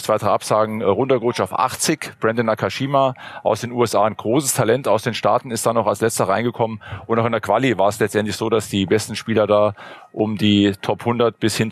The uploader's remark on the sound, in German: Live-Podcast vom ATP-Turnier in München